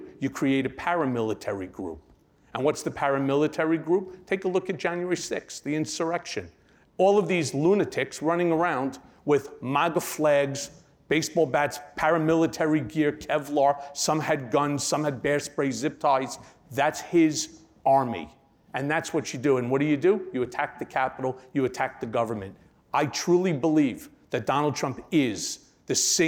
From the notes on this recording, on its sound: Took the stage at this year's Crosscut Ideas Festival. At the Crosscut Ideas Festival in Seattle.